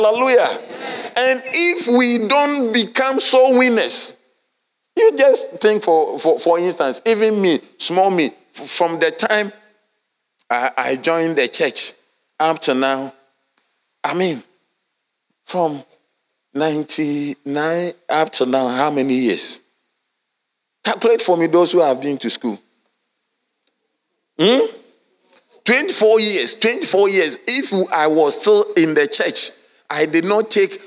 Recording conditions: large echoing room